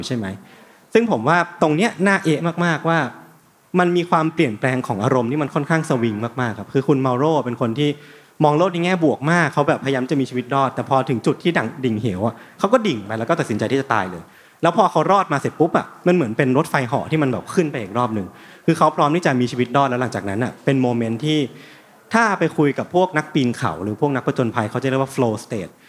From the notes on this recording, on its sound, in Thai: บันทึกการเสวนา จากเวที Learning Fest Bangkok 2023 ที่ TK Park